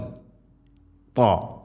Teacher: ത ഉച്ചരിക്കുമ്പോൾ നാവിൻ്റെ മധ്യഭാഗം അണ്ണാക്കിലേക്ക് ചേർന്ന് നിൽക്കണം. ഷത് ഇത്തുബാഖ് എന്ന് ആ ഒരു സിഫത്ത് പ്രത്യേകം കൊണ്ടുവരണം.